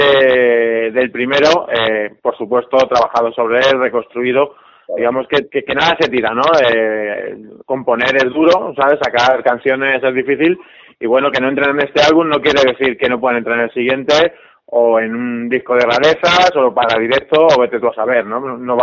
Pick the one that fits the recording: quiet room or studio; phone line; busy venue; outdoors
phone line